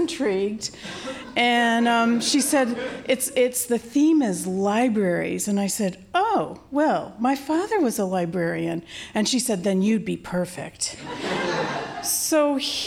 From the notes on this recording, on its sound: Recorded live at Wellfleet Public Library